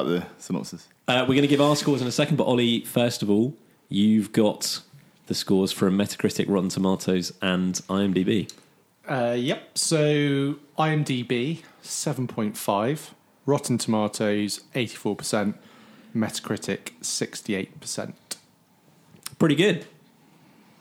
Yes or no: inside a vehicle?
no